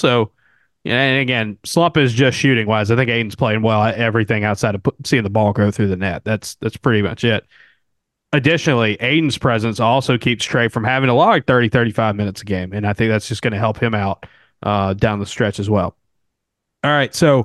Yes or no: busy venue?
no